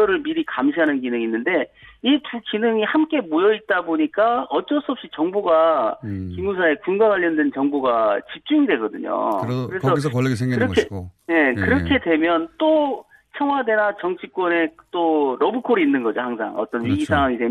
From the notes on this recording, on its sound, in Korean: 전화연결